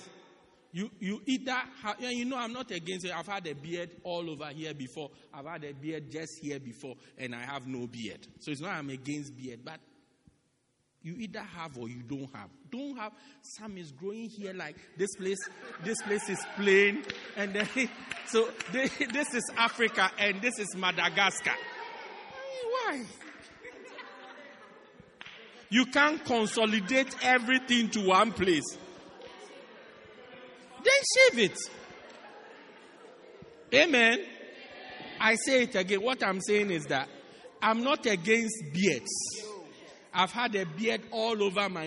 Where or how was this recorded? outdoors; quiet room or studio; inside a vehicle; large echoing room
large echoing room